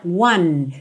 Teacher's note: Percebe como o som do one termina no N, não segue mesmo pro E, tá?